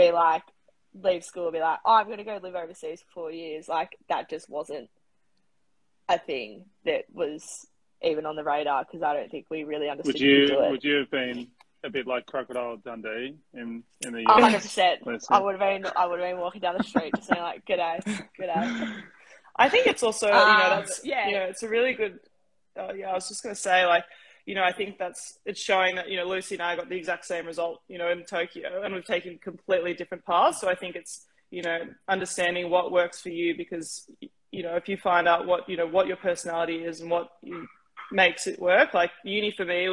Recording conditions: video call